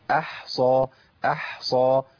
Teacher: الحاء مرققه بعديها صاد مفخمه